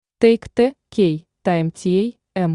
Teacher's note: T, T, кончик языка на бугорках за зубами.